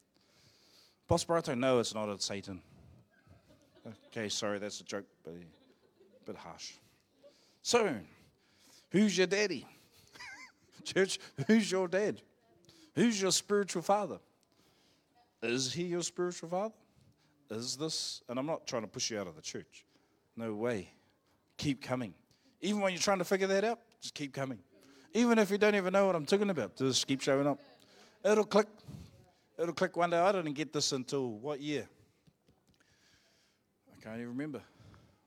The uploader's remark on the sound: Live From IwiTapu Destiny Church Hawkes Bay